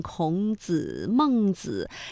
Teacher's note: 类似于像孔子、孟子，这个子呢，虽然没有实意，但是要保持声调来凸显人名的完整性